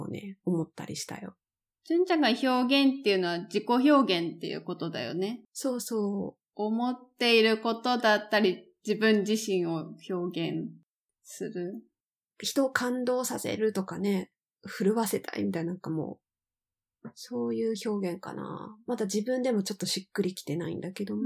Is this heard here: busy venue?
no